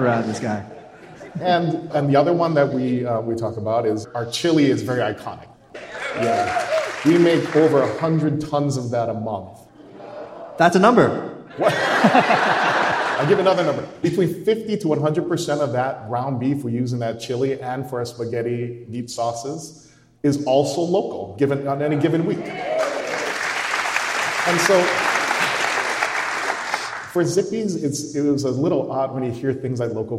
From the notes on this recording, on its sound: We took the show on the road for a live event at the Hawaii Theatre Center in Honolulu.